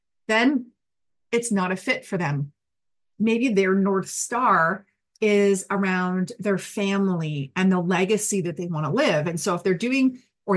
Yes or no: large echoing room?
no